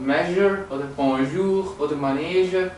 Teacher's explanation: J, das spricht sich wie ein Sch aus, aber stimmhaft.